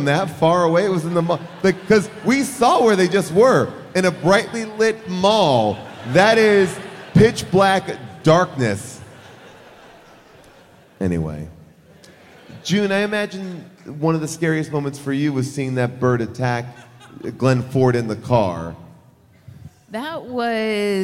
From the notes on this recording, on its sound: Recorded live from Seattle